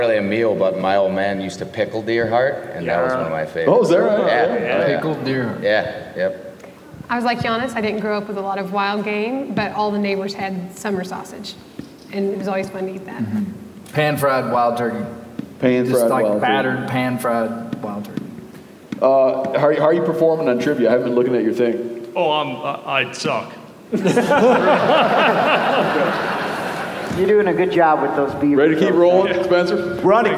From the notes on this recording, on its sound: Come to you from our live show at the Alberta Bair Theater in Billings, MT.